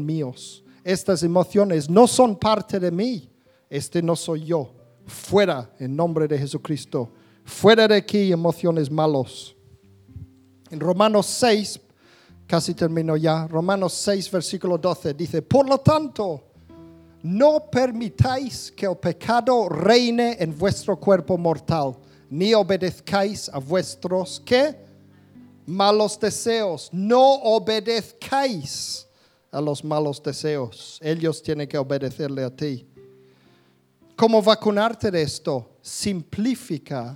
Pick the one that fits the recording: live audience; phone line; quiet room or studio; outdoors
live audience